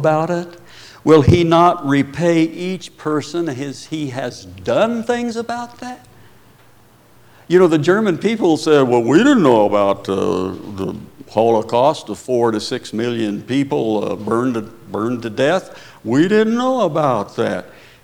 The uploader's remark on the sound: Preached at Paradise Valley Christian Church.